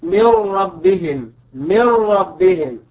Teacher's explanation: النون الساكنة أتى بعدها حرف الراء، والراء من حروف الإضغام بغير غنة